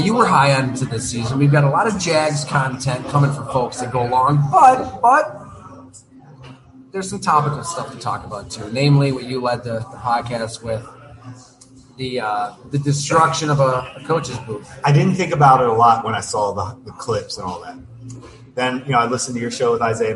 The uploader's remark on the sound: Live from Fattey Beer Company.